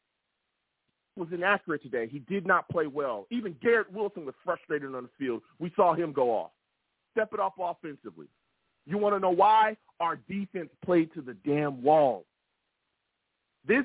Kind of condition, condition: link, phone line